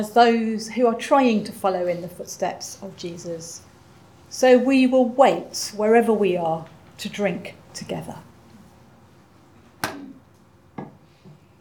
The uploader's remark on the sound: Audio podcast of all-age Easter morning service, led by the Minister.